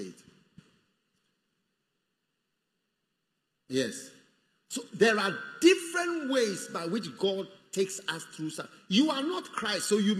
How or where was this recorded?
live audience